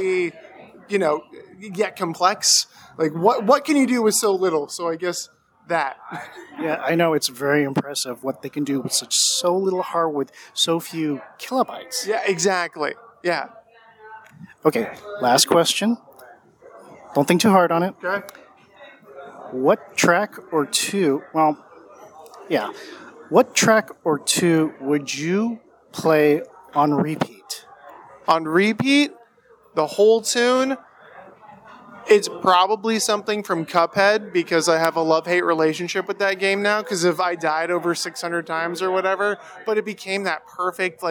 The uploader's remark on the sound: Let's Talk (and Drink) at Brew Games Plus